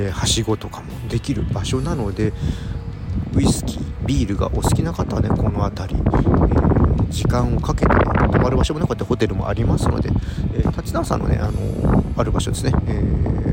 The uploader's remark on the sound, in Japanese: うちゅうブルーイングのタップルームに行ってみた！外で収録したため、風の音が強く入っています。